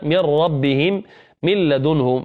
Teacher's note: أما اللام والراء فإدغامها بغير غنة